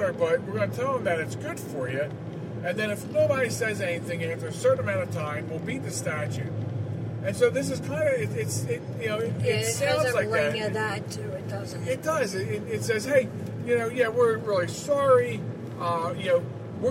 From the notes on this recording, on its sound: Portions of the program are recorded in transit